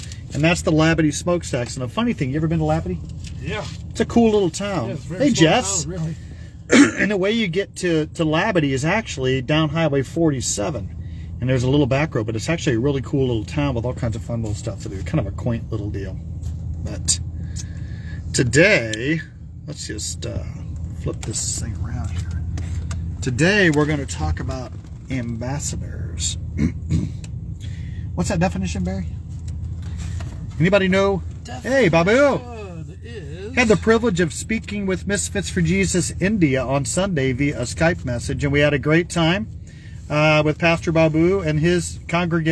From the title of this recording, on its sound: Brown Bag In The Van